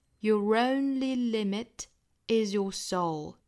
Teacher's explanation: 这也是属于元音加元音的连读加一个辅音 r 来连贯两个元音